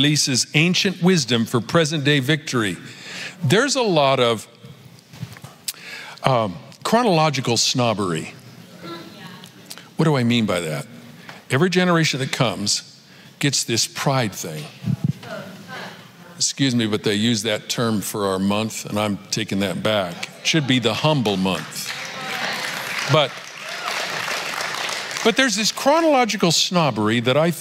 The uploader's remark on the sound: Recorded Live at Capital Church in Meridian, Idaho